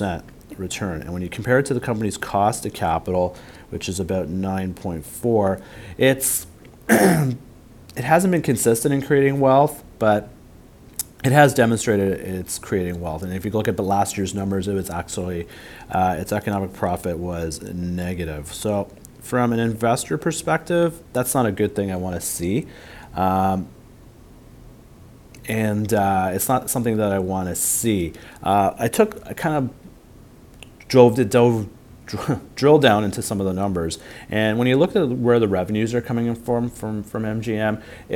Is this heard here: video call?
no